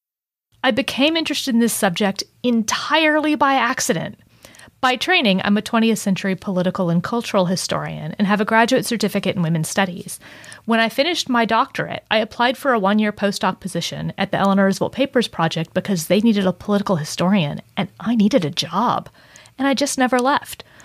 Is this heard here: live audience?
no